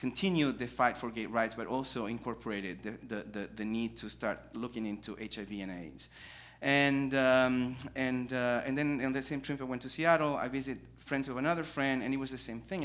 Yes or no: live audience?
yes